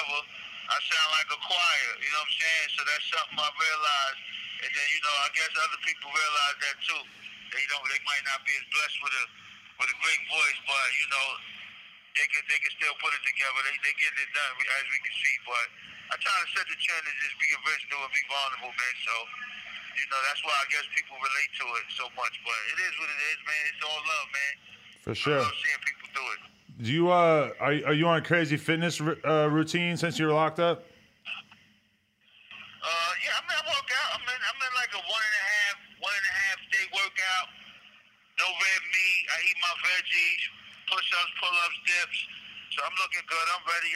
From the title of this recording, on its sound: Phone Interview